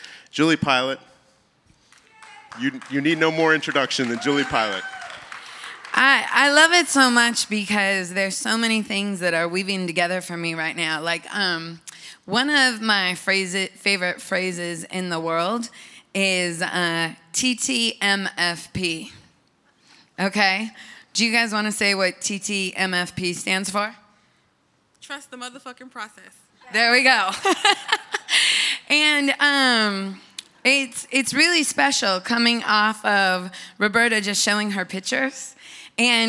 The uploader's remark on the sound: At the conference (on stage) I told people what I was going through and honored my friend.